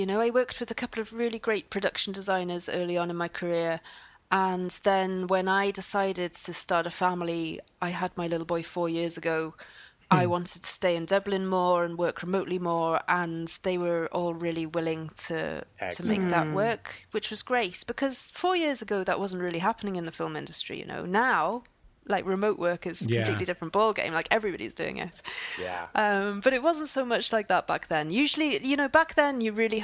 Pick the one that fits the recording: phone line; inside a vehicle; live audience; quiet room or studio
quiet room or studio